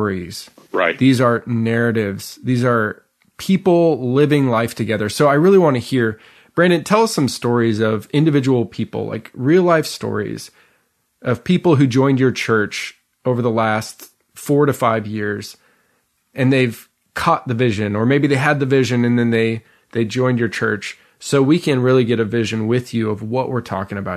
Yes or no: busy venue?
no